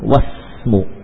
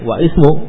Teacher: Ya, wasmu, tidak lagi wa ismu, langsung ke sin ya. · Shown in: first take · Tapi dalam tulisan ya sama, tetap ada huruf alifnya, tidak boleh dihilangkan dalam tulisan.